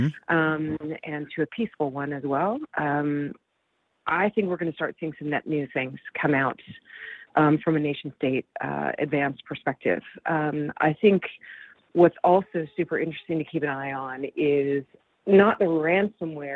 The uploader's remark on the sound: Call-In Special